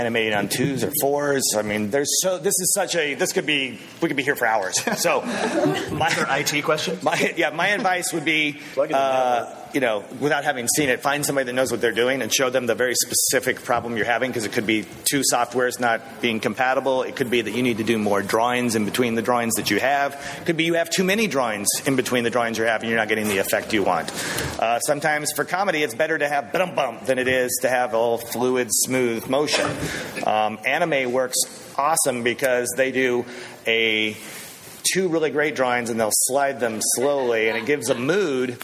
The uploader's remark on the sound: A lively panel discussion with a very engaged audience. Recorded at Phoenix Comic-Con.